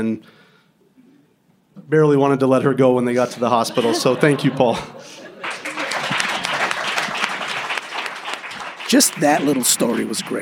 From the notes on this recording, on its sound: Recorded January 2023 at Louisville Underground.